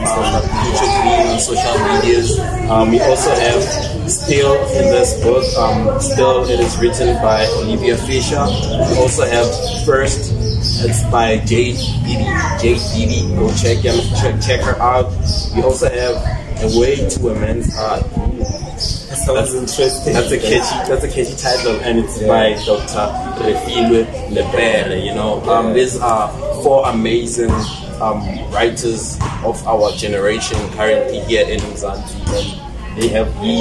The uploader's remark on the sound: Broadcasting Live From Tembisa Theatre Week. On This Episode We're Live At Moses Molelekwa Art Center Covering The Beautiful Work Done By The TX Theatre Team With The Tembisa Theatre Week Festival. We Got To Interact With A Live Audience To Tell Us Their Reviews Of The Shows They've Watched As Well As The Atmosphere Of The Entire Festival.